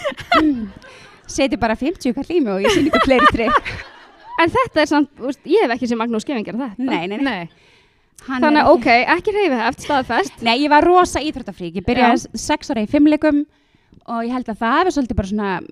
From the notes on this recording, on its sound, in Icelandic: Í þættinum má heyra upptöku af Live Showi Brests í boði Now sem fór fram í H verslun á dögunum. Tala mjög mikið í hlaðvarpi með áhorfendur! Í þættinum má heyra upptöku af Live Showi Brests í boði Now sem fór fram í H verslun á dögunum.